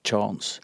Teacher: Hvis vi sier at det her er hentet fra engelsk, hvor man sier noe sånn som chance, altså du starter med en T, og så får du en sj etterpå